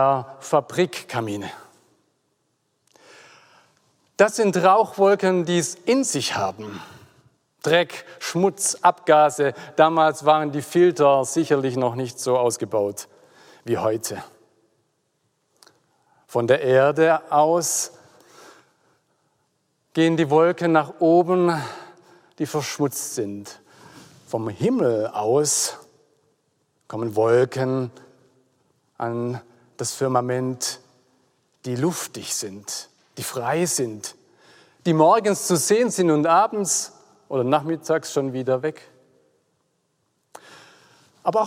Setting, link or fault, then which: setting, large echoing room